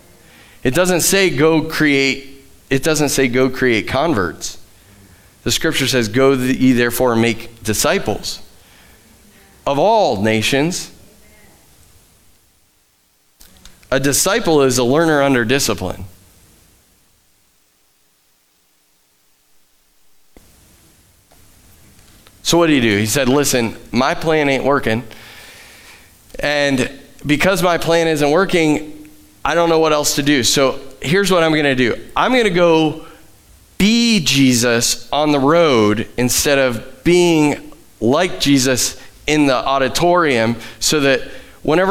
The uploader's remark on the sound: Live from The Summit Church in Dover, OH